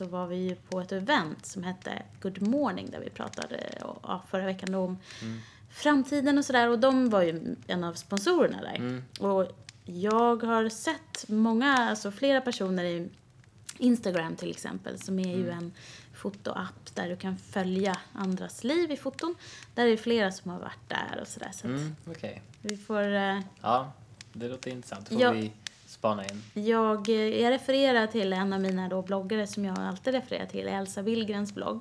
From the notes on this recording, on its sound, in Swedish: Brasan knastrar i bakgrunden